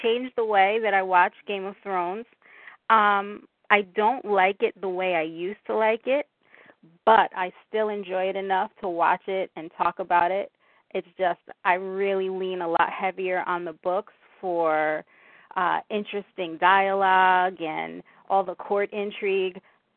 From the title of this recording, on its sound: Fan Call